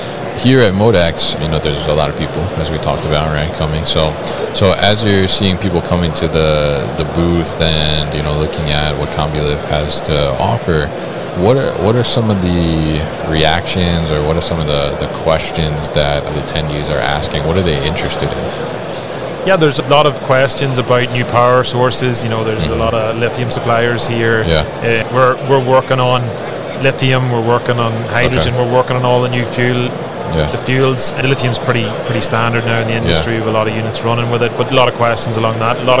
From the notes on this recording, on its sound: Combilift at MODEX 2022